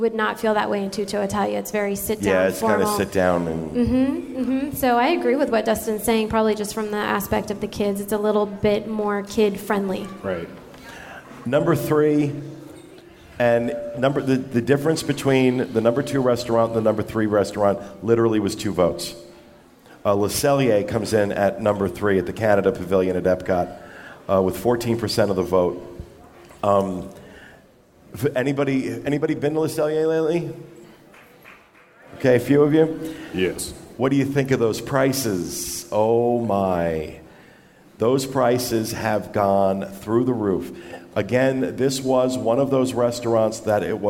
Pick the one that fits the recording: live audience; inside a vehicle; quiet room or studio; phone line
live audience